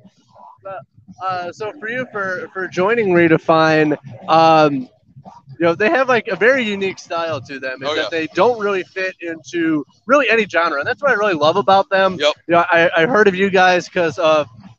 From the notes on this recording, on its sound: Michigan Metal Fest was the season 4 opener for Super Cool Radio! This interview was filmed live on location at Michigan Metal Fest in Battle Creek, Michigan on August 13th, 2022. Special thanks to Michigan Metal Fest for allowing us to film this episode and for being so accommodating while at the festival.